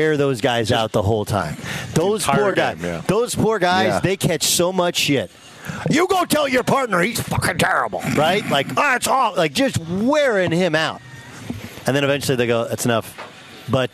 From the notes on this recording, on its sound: LIVE from Chargers training camp in Costa Mesa, CA